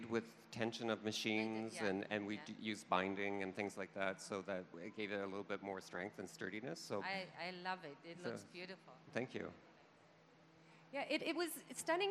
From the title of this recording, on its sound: LIVE at Toronto Fashion Week